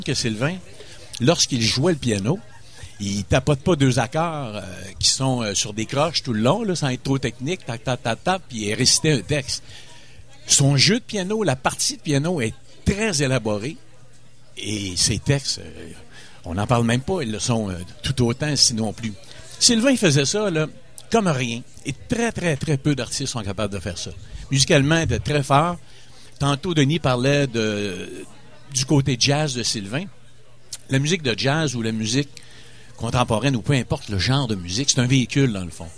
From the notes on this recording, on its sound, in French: Lors de l'émission Jamais comme tout le monde sur les ondes de CKRL 89,1, en direct du bar Le Sacrilège.